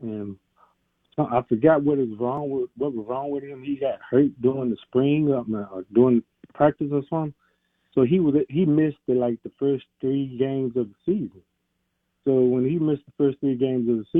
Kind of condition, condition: link, phone line